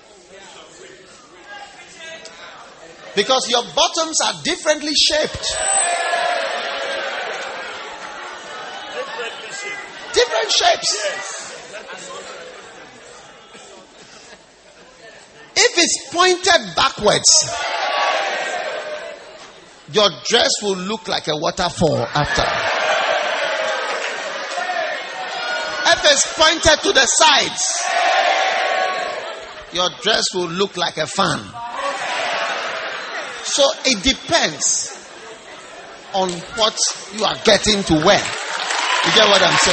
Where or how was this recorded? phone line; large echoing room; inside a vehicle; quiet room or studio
large echoing room